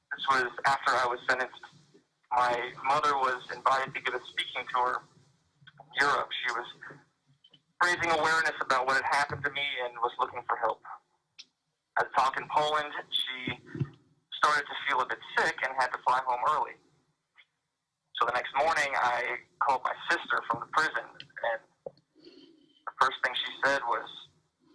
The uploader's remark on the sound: This was a recorded call that was shared at the end of Day One of the Miami 2021 Bitcoin Conference.